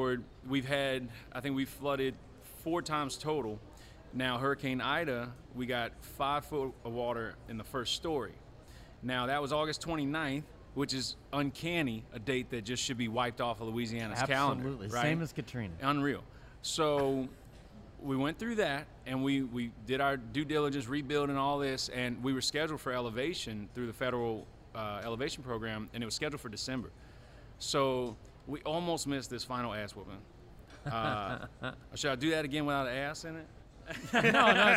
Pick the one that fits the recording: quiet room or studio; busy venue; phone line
busy venue